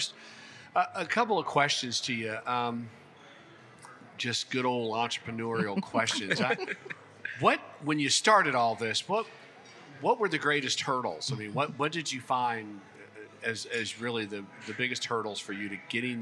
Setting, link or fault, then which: setting, busy venue